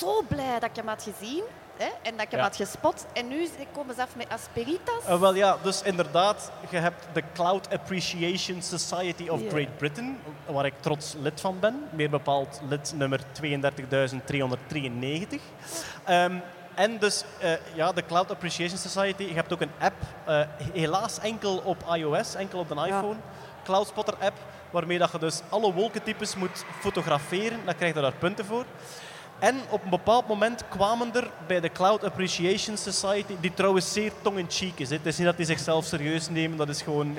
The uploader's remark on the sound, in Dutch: Deze maand live vanop FACTS in Gent